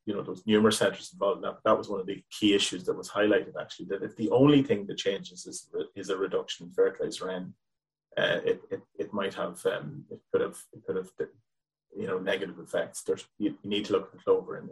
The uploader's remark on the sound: Teagasc is running a weekly Let's Talk Dairy webinar series which is also being made available as a bonus podcast episode. In this webinar.